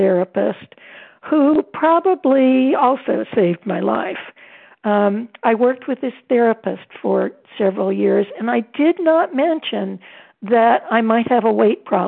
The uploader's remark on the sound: 100 Pounders Phone Meeting.